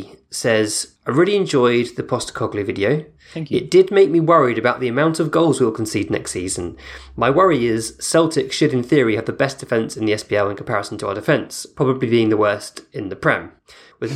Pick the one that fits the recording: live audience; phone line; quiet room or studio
quiet room or studio